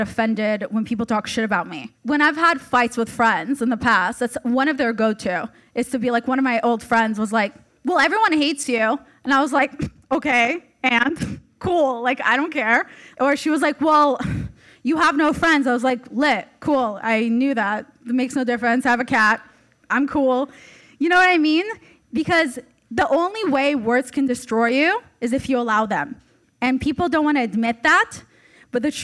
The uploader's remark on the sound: (LIVE SHOW SPECIAL). Takes the stage for the first ever live recording of Almost Adulting. Recording live from The Hollywood Improv.